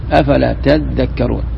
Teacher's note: التاء الثانية أدغمت في الذال أصبحت تذكرون · Term: إدغام التاء